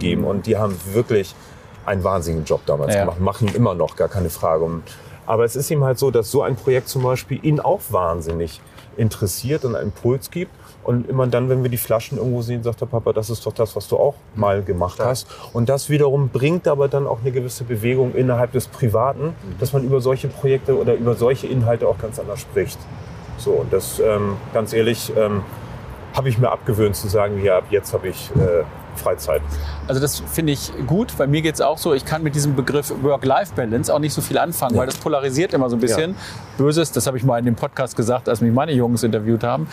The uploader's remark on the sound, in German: Auf einen Spaziergang. Über die Reeperbahn spaziert.